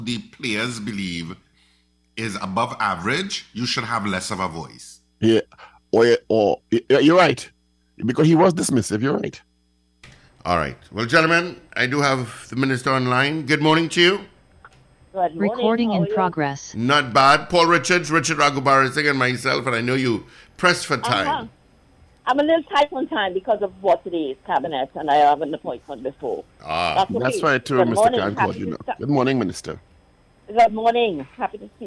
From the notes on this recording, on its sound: During this hour we take calls from our audience